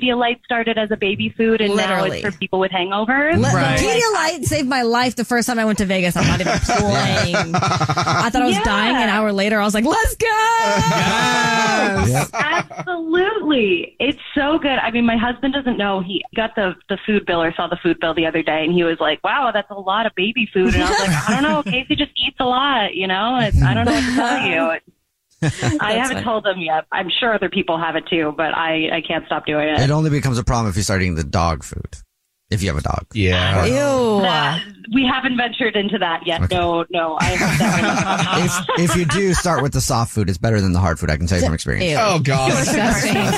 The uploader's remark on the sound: The man on the phone